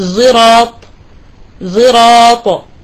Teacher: بالنسبة للحرف الثالث الفرعي هي الصاد المشمة صوت الزاي، وهذا كمثال في قراءة حمزة بالنسبة لكلمة صراط، فهو يقول زراط زراط، يشم صوت الصاد التي في كلمة صراط يشمها صوت الزاي، هذا بالنسبة لي يقول أنها يعني كأنها هنا الحرف بالنسبة للصاد مشمة صوت الزاي هي تتردد بين حرفين، بين صوت بين حرف الصاد وبين حرف الزاي.